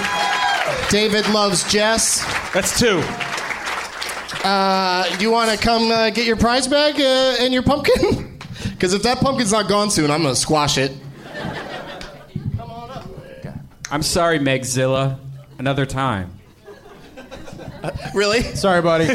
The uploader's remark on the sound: Live from the Funny Bone in Columbus, OH